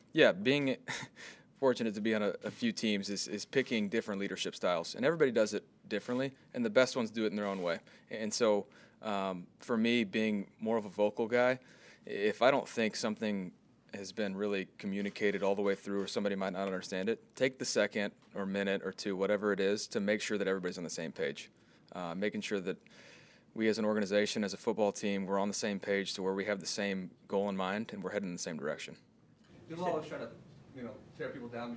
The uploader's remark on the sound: Press Conference